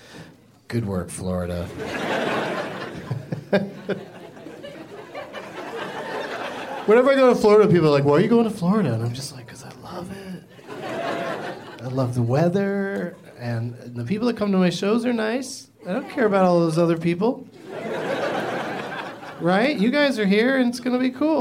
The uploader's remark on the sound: Live from the Orlando Improv.